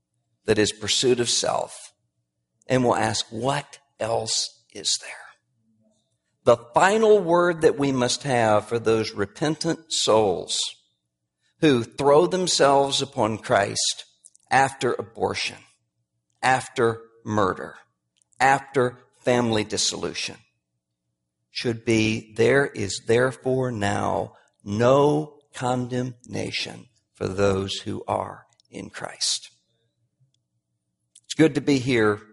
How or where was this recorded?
large echoing room